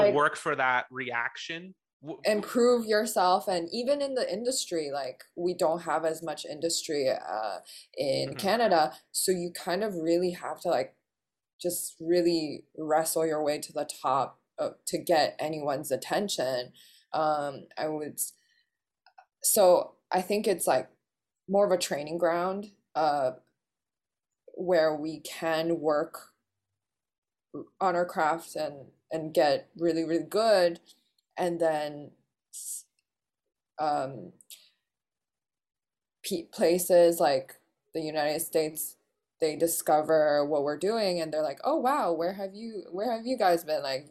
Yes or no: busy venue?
no